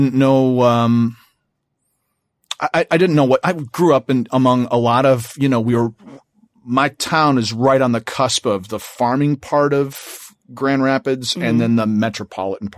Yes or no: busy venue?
no